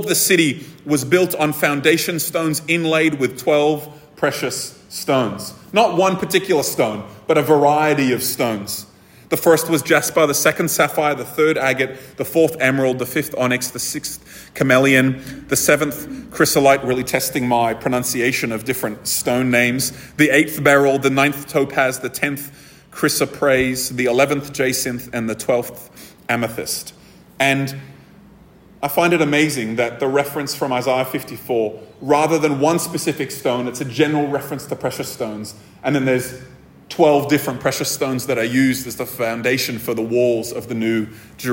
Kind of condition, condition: setting, live audience